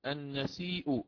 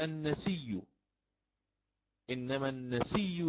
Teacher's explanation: ثم النسيء، النسيء زيادة في الكفر، أصلها النسيء هكذا، فأبدلت الهمزة الأخيرة، أبدلت ياء، وعندما أبدلت ياء صار إدغامها في الياء التي قبلها · Shown in: second take · فصارت النسي، إنما النسي زيادة في الكفر.